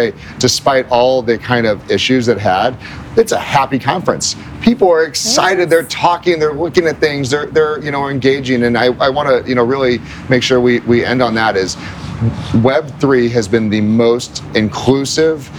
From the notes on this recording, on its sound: Live at Permissionless. The yWhales team reports from the Permissionless Conference and Expo in Palm Beach, Florida.